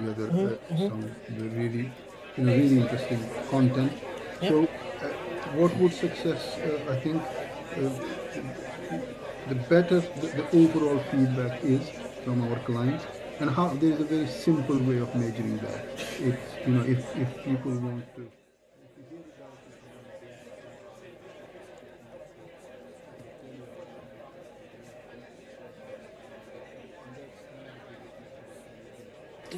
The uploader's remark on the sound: LIVE at Excel London - London EV Show 2023.